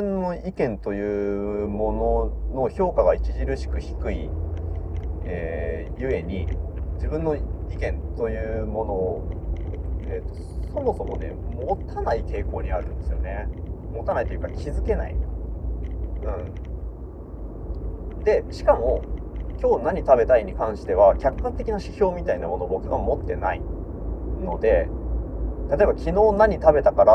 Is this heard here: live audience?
no